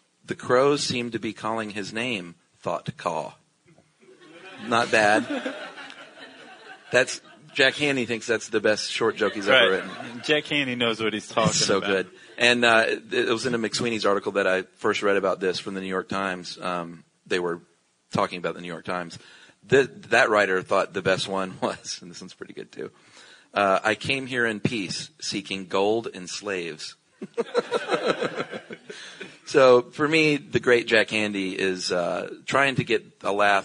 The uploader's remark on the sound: Recorded live at the Los Angeles PodFest.